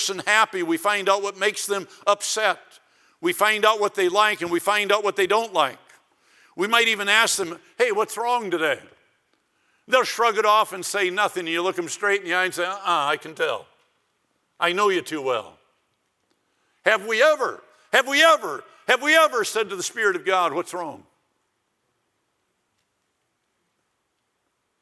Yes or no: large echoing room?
yes